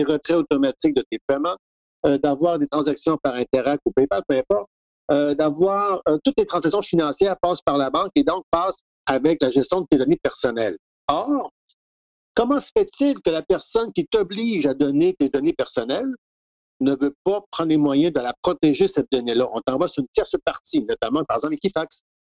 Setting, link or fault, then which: link, video call